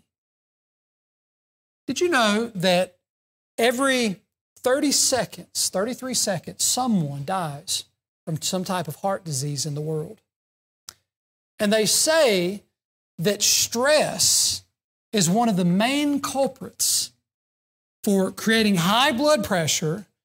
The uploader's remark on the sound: During the Sunday morning service on February 11, 2024, at Southside Baptist Church in Mount Airy, NC.